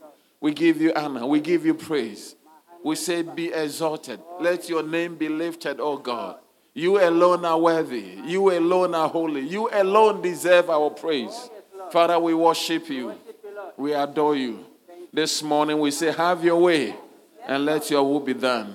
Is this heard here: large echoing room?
yes